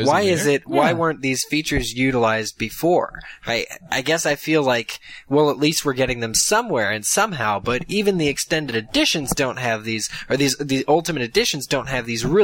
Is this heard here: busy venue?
no